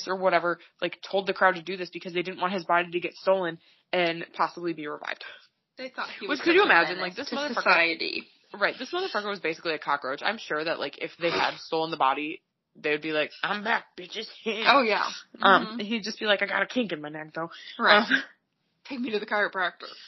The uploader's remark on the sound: Please bear with us as the audio isn’t the best for this one